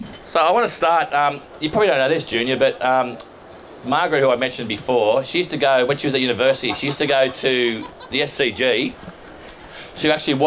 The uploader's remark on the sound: A recording of our recent live event. At the new Rooftop Bar in the iconic Jacksons On George.